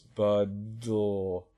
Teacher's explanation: moving from complete closure and buildup of pressure to letting the air out into a lateral, the direction of explosion is lateral. And that's why we call it lateral plosion.